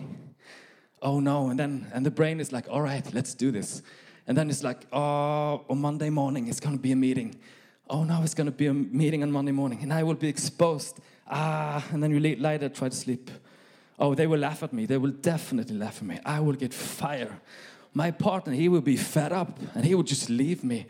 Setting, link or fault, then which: setting, live audience